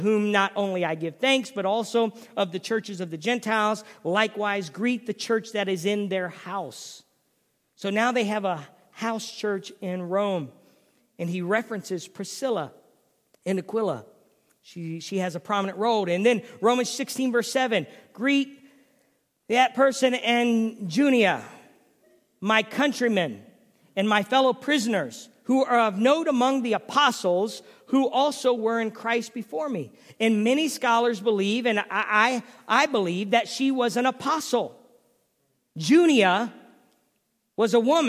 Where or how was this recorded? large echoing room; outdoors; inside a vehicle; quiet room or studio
large echoing room